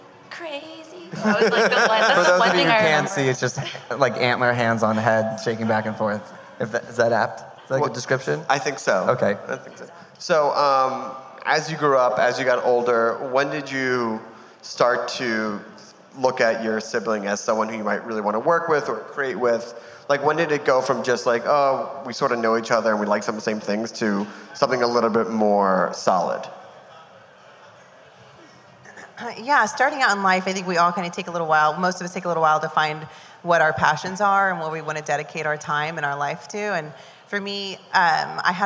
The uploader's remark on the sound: We've got a live episode of the show taped at Los Angeles' fourth annual EastSide Food Festival